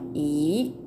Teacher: 発音記号は YI 第3声低く沈む音でなんですがここではですね第3声が連続して2文字続いていますので成長変化が起こります前の方の第3声が第2声に